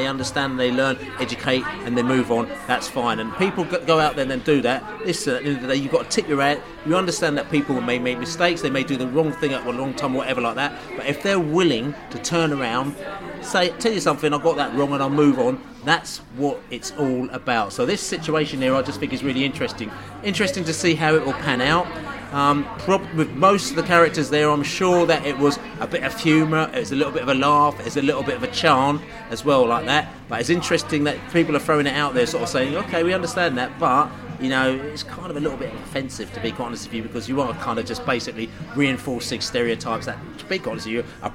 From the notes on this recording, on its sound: Bolton pre-match podcast from the pub.